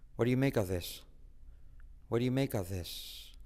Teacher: Y el of this se dice a this. Se omite la F